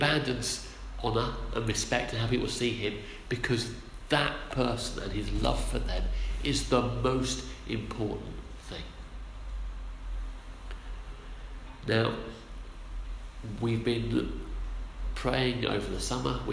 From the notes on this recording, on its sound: Our sermon from the 9am service